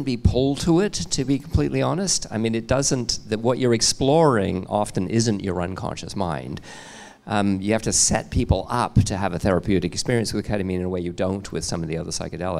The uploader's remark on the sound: This episode features audio from a live panel conversation that took place at a Flying Sage Expansion Seminar event on November 21st in Vancouver, BC.